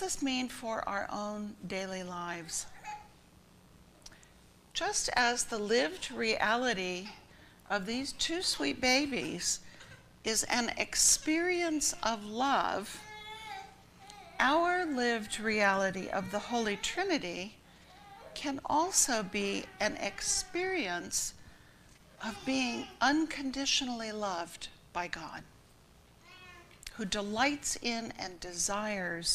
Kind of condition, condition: setting, large echoing room